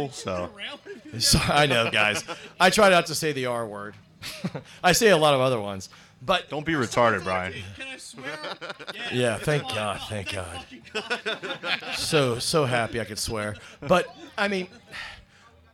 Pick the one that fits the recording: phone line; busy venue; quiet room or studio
busy venue